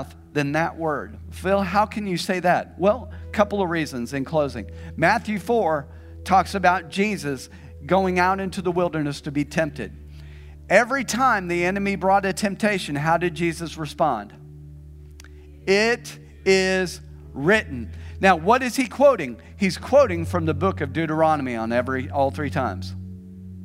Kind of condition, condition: setting, large echoing room